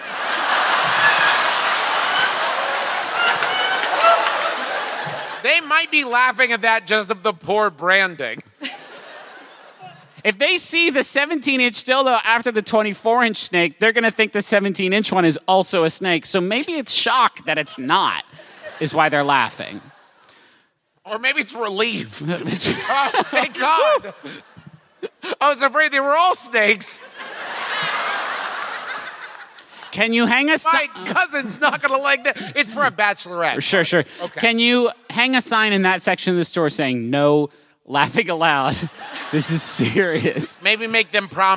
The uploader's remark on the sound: Making this the perfect time for us to deploy our recent live show from lovely, soggy Indianapolis.